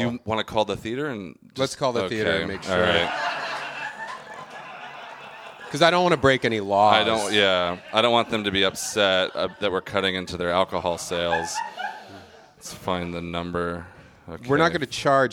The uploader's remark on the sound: LIVE IN NEW ORLEANS.